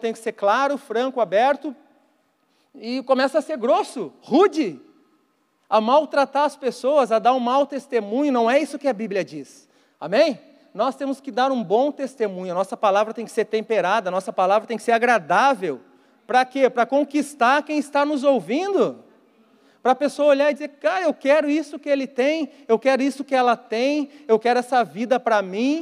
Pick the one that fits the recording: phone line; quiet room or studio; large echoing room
large echoing room